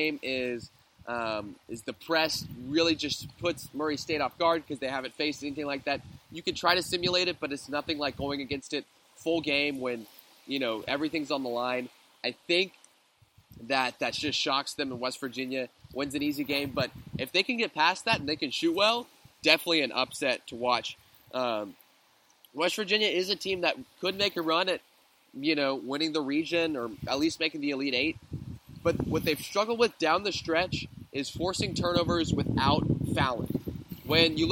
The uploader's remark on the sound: Going live from the beach in Boca Grande, Florida